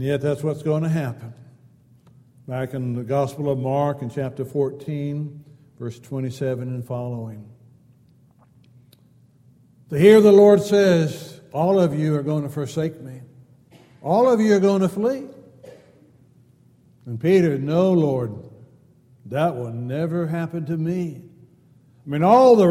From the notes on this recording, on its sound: Downtown Church Of Christ Audio Sermon